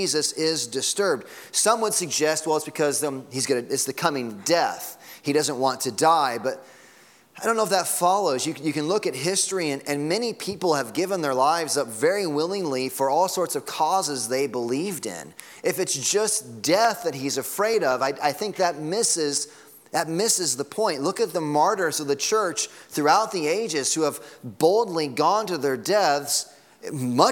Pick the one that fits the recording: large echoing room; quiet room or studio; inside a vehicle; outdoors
large echoing room